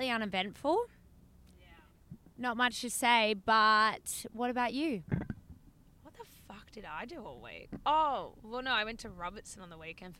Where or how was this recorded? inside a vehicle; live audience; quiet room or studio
inside a vehicle